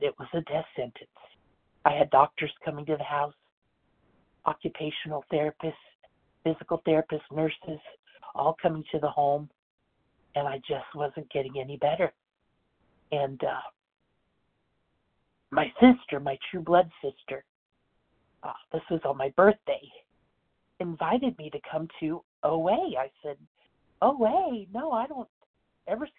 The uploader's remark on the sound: 100 Pounders Phone Meeting